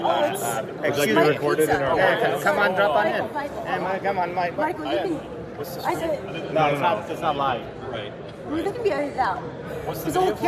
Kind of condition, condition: setting, busy venue